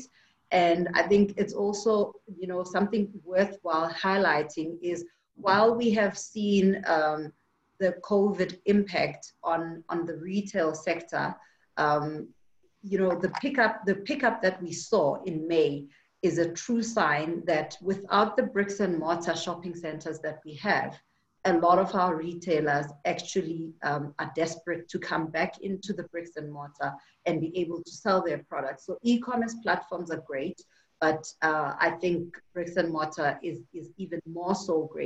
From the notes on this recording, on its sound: This recording is from our inaugural Africa 2020: A New Vision webinar. Where we had over 600 registered attendees participate.